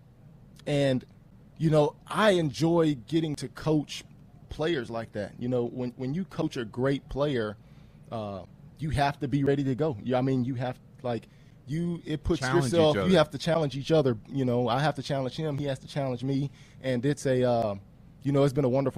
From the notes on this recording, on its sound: joins the morning show live from training camp